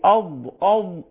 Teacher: أولا مخرج الضاد أهو من أول حافة اللسان إلى مخرج الضاد أهو، هيمسك أهو حافة اللسان من أولها أهو وأنت نازل كده، يا إما هيخرج من الحافة اليمنى أو من الحافة اليسرى أو الاثنين مع بعض مع الأضراس